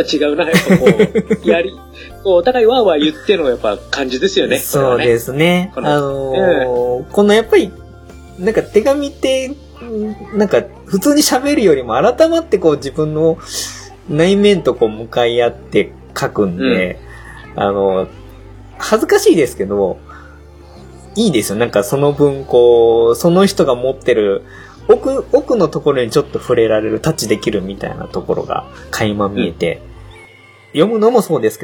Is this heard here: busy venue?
no